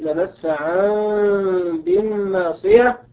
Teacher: فإذا وقعت النون الساكنة في كلمة أو كلمتين أو بعد التنوين أو شبه التنوين، مثل قوله لنسفعا بالناصية، وجب قلبها ميما ويسمى إقلابا. وصورته أن تقلب النون ميما ثم تخفى قبل الباء · Term: الإقلاب